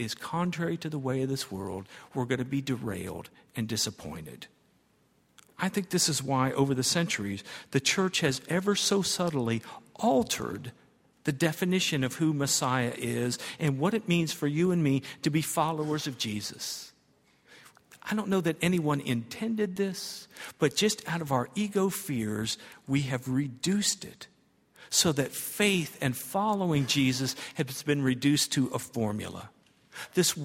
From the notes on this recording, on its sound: at Highland Baptist Church